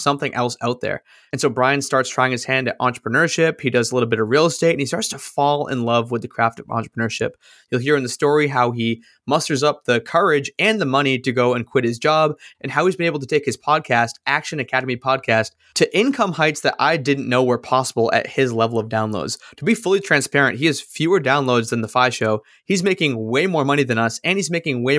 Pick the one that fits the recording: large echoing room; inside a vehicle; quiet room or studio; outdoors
quiet room or studio